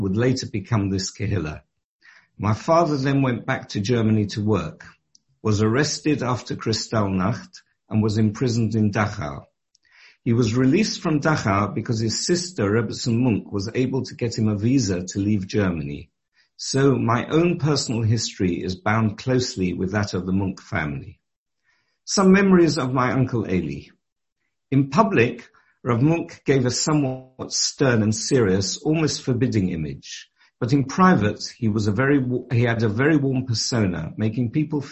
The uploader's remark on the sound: Delivered and recorded over Zoom.